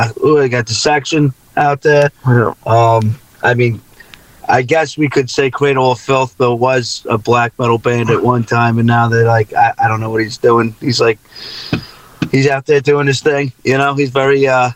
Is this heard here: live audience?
no